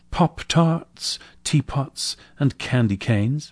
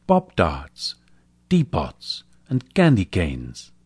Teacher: That's how almost all the rest of the world's languages pronounce this letter, and its two companions, T and K, T and K. So instead of Pop-Tarts, Teapots, and Candy Canes, aspirated, we hear Bop-Darts, Teapots, and Candy Canes, unaspirated. To the ears of English speakers, when an Indian friend, for instance, says that phrase, it's almost as if they have said Bob Darts, D-Bots, and Gandhi Gains.